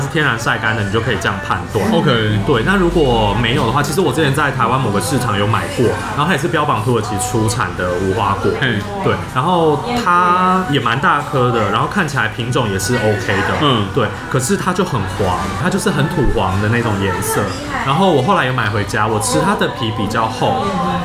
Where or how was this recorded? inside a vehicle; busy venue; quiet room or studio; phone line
busy venue